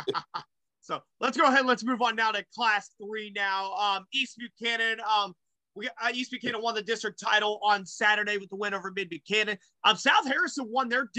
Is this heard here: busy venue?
no